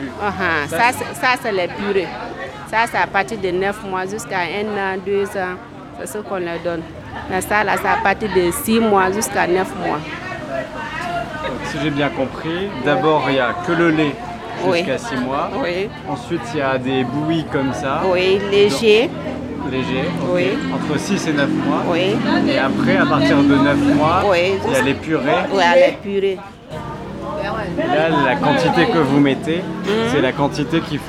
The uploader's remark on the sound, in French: Nous avons rencontré cette initiative liée à l'alimentation durable lors de notre voyage à vélo en Afrique. Le podcast a été enregistré en pleine rue, la qualité de son est donc peut-être moins bonne que d'habitude.